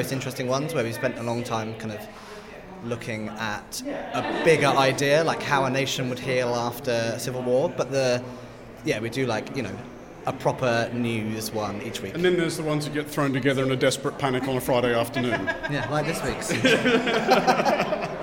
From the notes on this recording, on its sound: Were live at Saturday's British Podcast Awards in London, talking to the winners and audio industry execs.